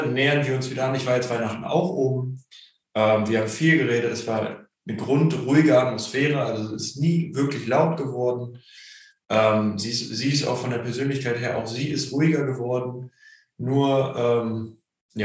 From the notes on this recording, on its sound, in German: Für uns war es die erste Live-Aufnahme, daher gab es einige Punkte beim abmischen die fehlerbehaftet sind